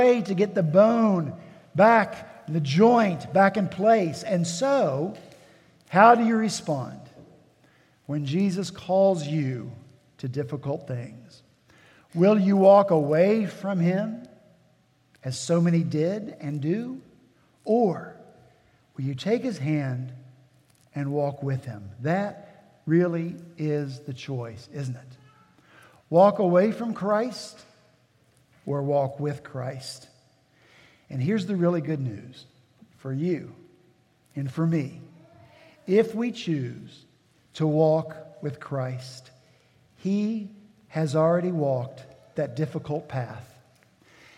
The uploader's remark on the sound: At Redeemer Presbyterian Church in Charleston, SC.